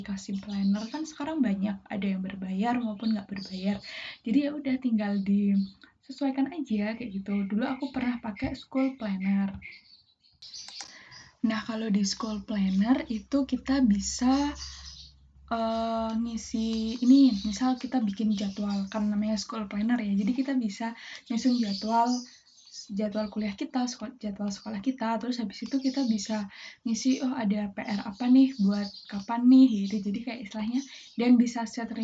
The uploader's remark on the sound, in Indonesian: Feat burung, gluduk, abang siomay. Aku mau minta maaf banget kalo audioku poor: jelek bgt : itu kalo kalian denger banyak suara burung, itu karena tetangga persis depan rumahku pelihara burung banyak bgt gengs jadi di segala sudut rumahku burung-burung itu bakal kedengeran terus.